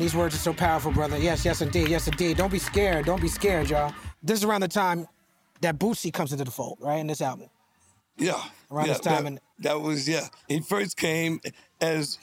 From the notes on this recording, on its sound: filmed live at the Blue Note Jazz Festival in Napa Valley